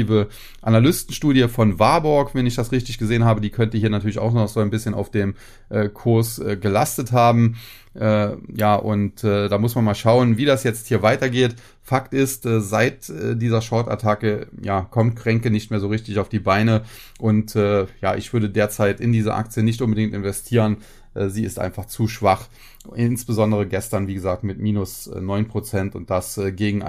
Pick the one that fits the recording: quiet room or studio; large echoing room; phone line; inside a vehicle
quiet room or studio